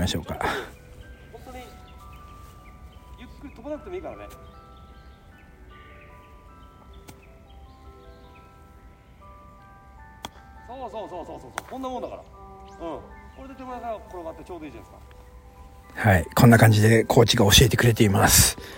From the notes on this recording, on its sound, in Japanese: 千葉県成田市の素敵なゴルフ場で収録しておりまーす。京カントリークラブ。